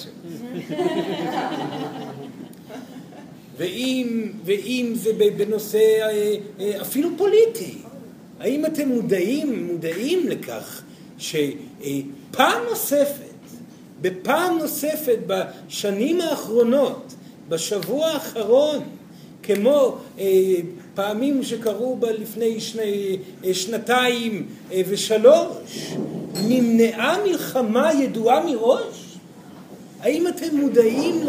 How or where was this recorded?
live audience